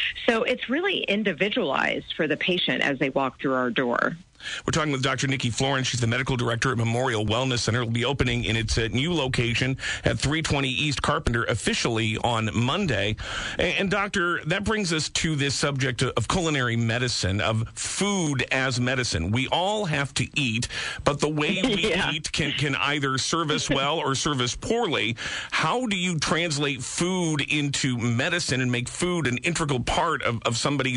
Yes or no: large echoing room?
no